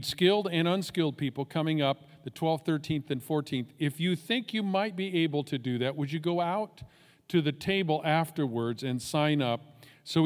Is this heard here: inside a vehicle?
no